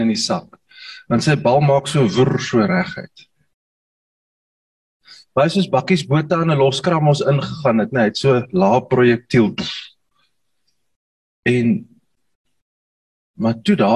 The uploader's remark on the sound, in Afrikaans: Manne van die Woord Zoom Byeenkoms 24 Mei 2022